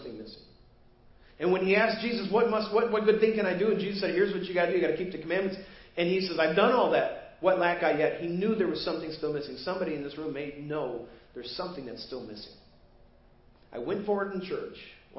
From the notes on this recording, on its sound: Preached at First Baptist Church of Hazel Park